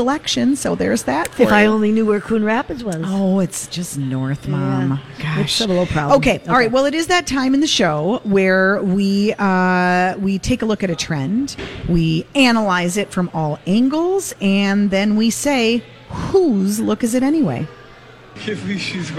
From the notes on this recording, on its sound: live at Revolution Hall at Rosedale Center